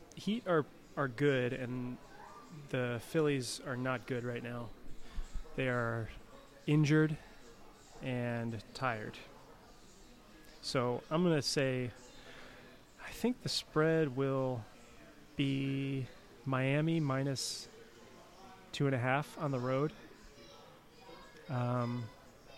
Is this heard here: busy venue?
yes